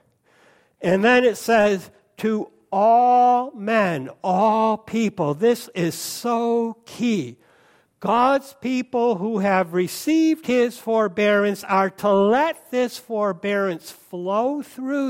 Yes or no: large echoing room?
yes